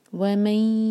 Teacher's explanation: اس کے بعد نون ایمٹی ہے اس کے بعد یا تو یہاں پر ہمیں ادغام کرنا ہوگا غنہ کے ساتھ دو سیکنڈس کا ٹائم دیں گے اور نون کے پاس کو یا میں مرج کریں گے میں یا کے بعد جو نون ہے یہاں پر ہے اخفا